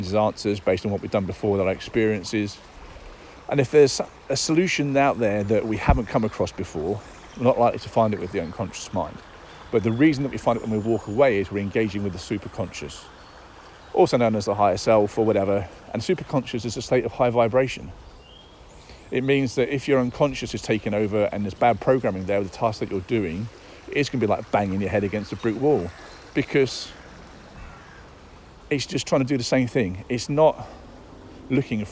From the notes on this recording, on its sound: Daily Download Episodes are short episodes which involve me getting into flow with my Superconscious and then just talking into my phone.